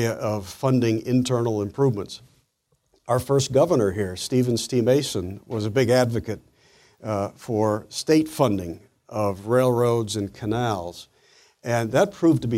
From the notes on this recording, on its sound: presentation was delivered as part of the 2014 Acton Lecture Series